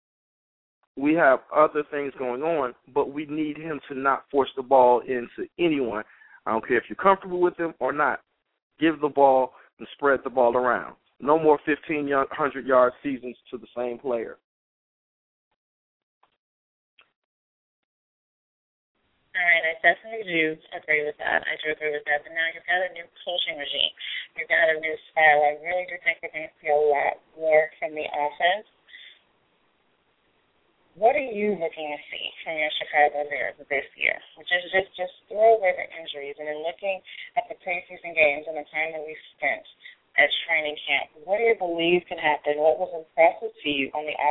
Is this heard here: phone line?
yes